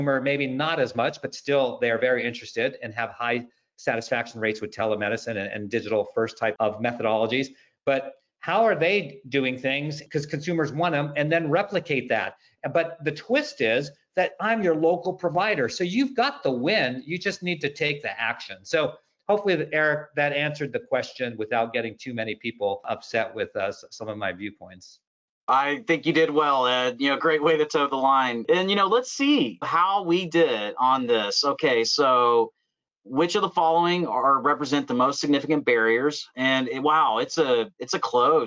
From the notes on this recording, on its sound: In this episode, we share the audio from a recent webinar.